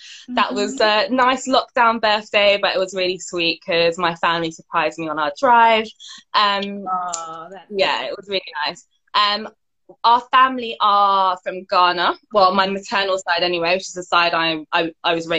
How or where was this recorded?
video call